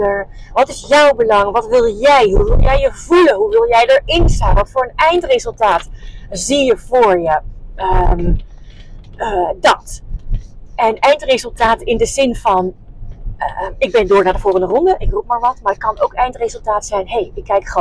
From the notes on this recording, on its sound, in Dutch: Excuses voor de achtergrondgeluiden!